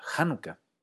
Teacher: Pero al ser una lengua germana, compartía una característica con lenguas como el alemán o el islandés. El acento tendía a pasarse a la primera sílaba.